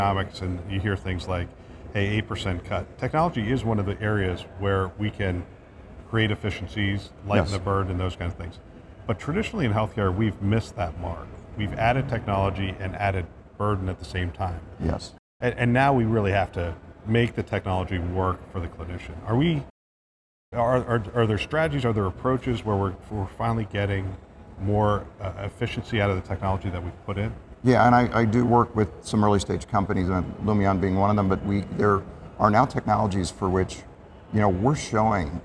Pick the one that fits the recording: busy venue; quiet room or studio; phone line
busy venue